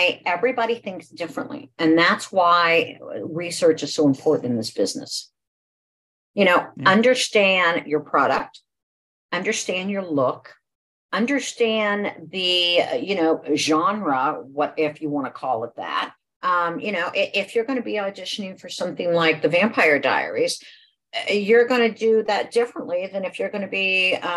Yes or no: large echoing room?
no